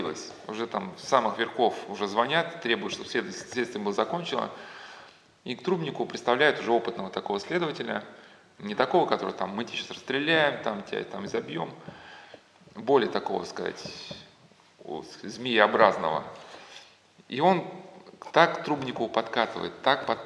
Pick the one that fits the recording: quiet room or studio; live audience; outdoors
live audience